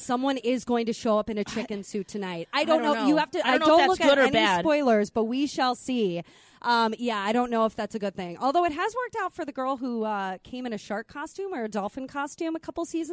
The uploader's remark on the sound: live from the Chart House in Lakeville